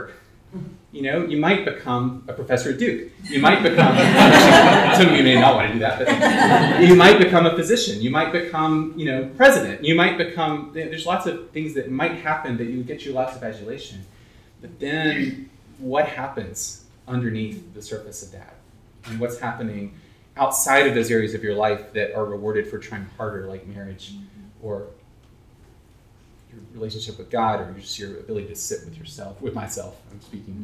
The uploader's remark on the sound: Parents Council 2019. It was a stimulating time of encouragement, insight and fellowship among Carolina parents. The first plenary address and audience discussion.